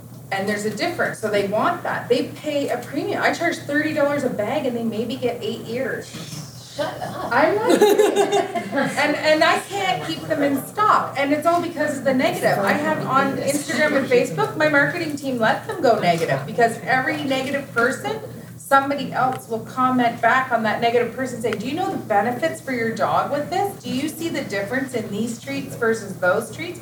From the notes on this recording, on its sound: keynote training we gave at our Product Boss Mastermind Retreat